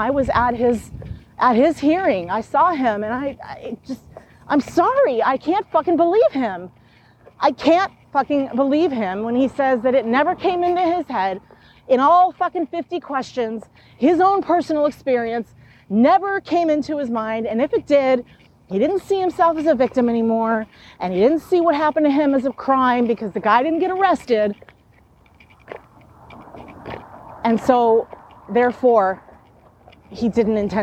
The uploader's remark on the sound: Apologies for the sound...I was outside walking. This is a rare time where the audio sounds better UNmagicmastered.